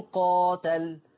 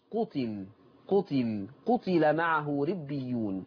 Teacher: قرأ ورش عن نافع المدني بضم القاف وكسر التاء ومفيش ألف · Shown in: second take